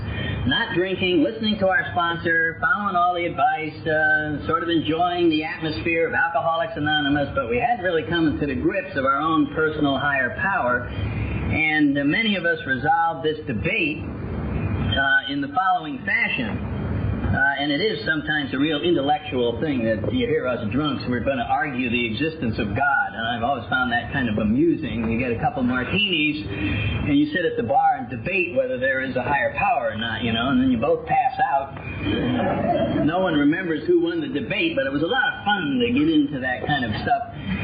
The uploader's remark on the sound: I cleaned this audio up as best I could but there comes a point that removing any more of the background hiss and he starts sounding like a mouse talking. I got the majority out but there is a bit of hiss in this.